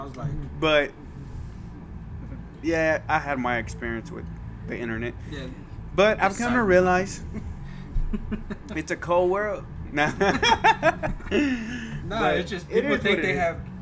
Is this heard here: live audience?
no